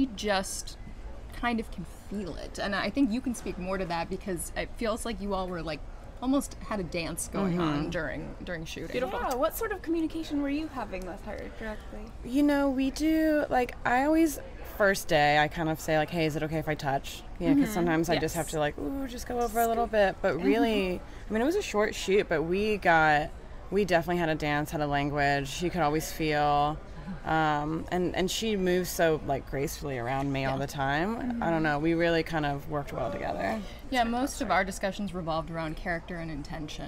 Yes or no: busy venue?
yes